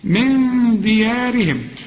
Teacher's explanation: النون دي بدون تشكيل محتاجة غنة، الدال من حروف الإخفاء